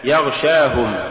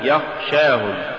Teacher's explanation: ولولا جهر الغين لصارت خاء